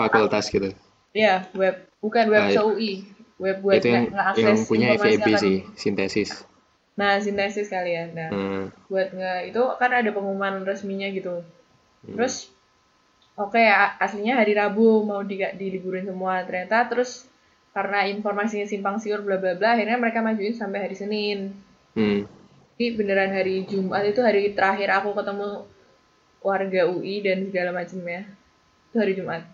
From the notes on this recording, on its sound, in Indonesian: Bermodalkan fitur Skype Recording dengan kualitas pas-pasan (jelek)